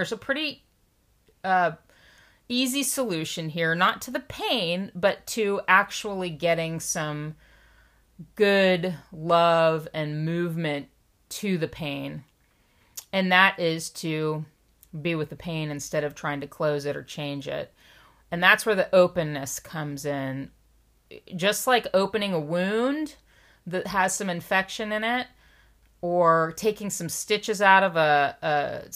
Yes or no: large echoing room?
no